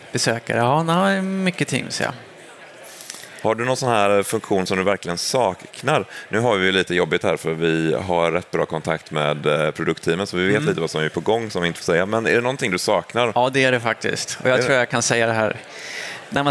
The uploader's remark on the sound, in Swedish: Live från Teamsdagen 2023